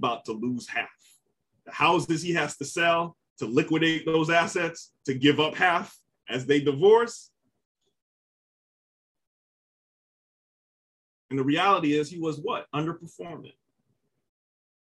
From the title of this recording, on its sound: GMEN Tampa Webinar Audio